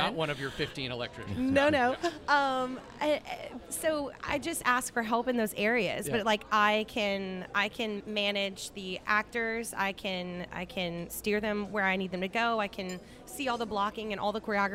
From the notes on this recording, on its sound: This IRL edition of Out to Lunch Acadiana was recorded live over lunch at Tsunami Sushi in downtown Lafayette.